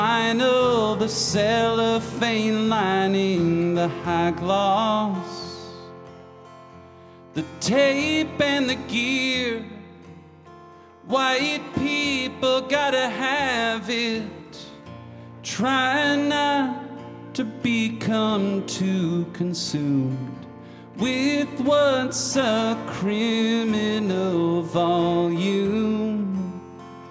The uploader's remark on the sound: It’s a special live(ly) edition of the DPD, recorded in front of a sold-out L.A. Crowd!